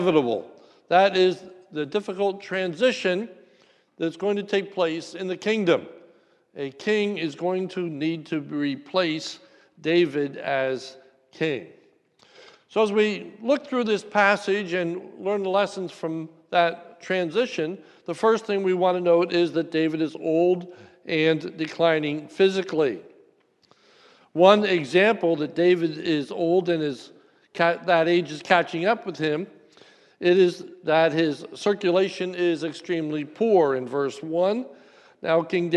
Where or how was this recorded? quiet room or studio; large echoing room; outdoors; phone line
large echoing room